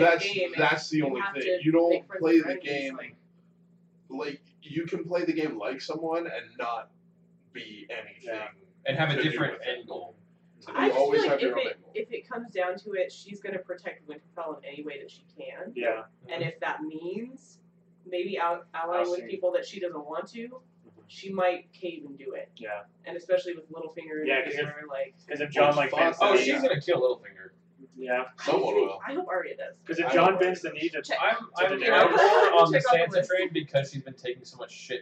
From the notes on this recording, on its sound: The audio quality in this episode is quite rough. We had some driver errors, that after fighting with the computer to try to recognize our hardware, we gave up and recorded with our camera's built in microphone, and it is rough. I took that time to attempt to make the audio more bearable.